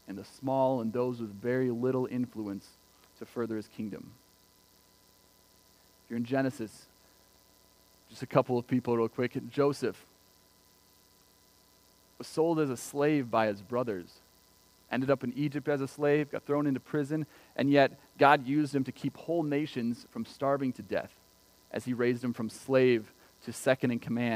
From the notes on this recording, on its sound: Recorded on May 24th, 2020 at Word of Life Church in Le Sueur, MN. WHOLE SERVICE AUDIO.